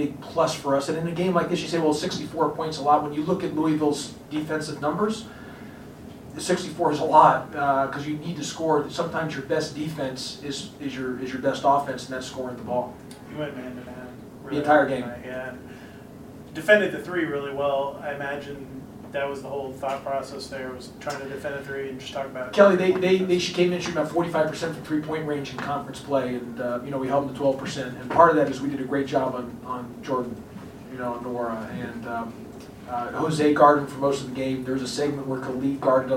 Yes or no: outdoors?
no